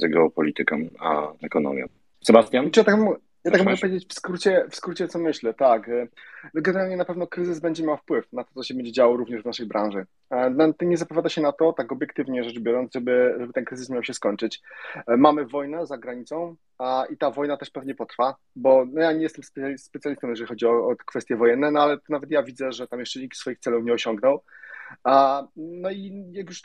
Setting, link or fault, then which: link, video call